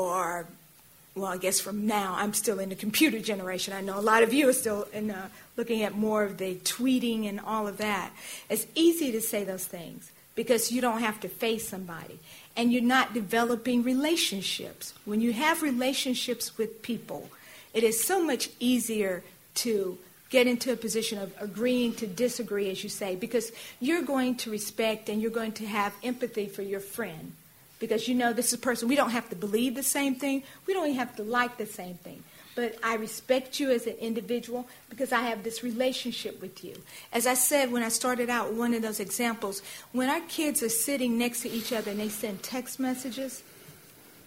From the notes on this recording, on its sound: This community forum explored. Panelists and audience members discussed.